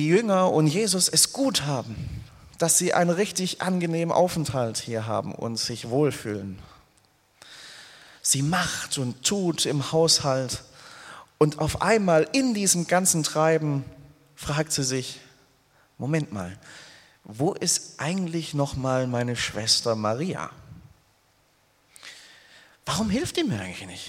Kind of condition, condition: setting, large echoing room